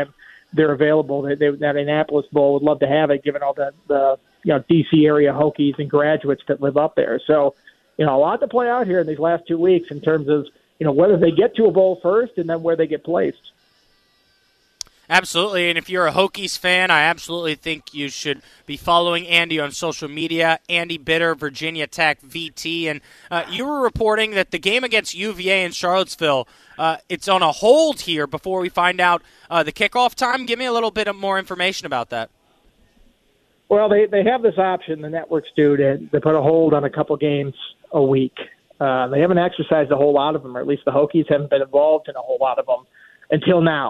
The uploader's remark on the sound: We go to the phone lines.